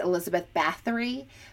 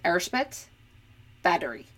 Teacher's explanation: It's Hungarian. There is no sound, like the TH sound. It doesn't exist on Hungarian. It kind of sounds more like a D. · Shown in: second take